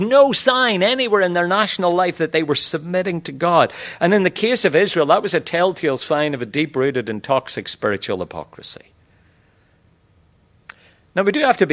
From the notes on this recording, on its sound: QTC Chapel Service. Queensland Theological College.